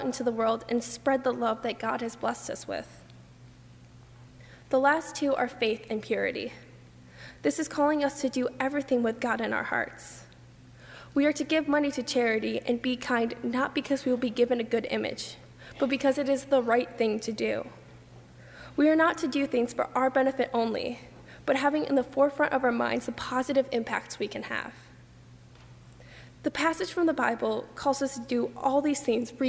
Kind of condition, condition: setting, large echoing room